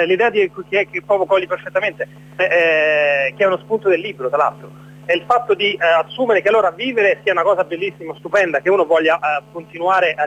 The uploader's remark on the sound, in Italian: ne parliamo al telefono con due compagni